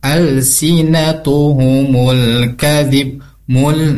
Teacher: Nah, ini ada alif lam qomariyah. Dibacanya diizharkan jelas bunyi lam sukunnya.